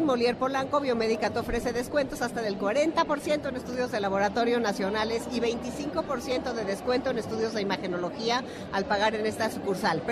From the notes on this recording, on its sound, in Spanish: Desde El Festival Del Adulto Mayor 2022. Este sábado transmitiremos en vivo desde el WTC en el marco del Festival del Adulto Mayor.